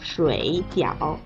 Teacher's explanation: 所以啊，第一个字会有变调，变成二声。水饺就会读成二声和三声啦